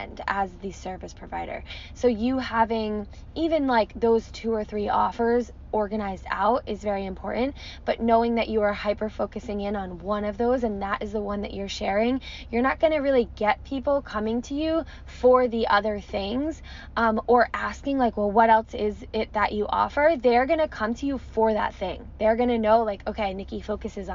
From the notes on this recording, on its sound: I recorded it from my car in front of a coffee shop this morning.